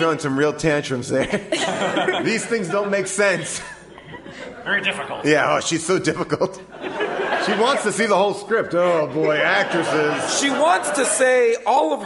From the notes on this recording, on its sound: Recorded live at the Largo theater in Los Angeles.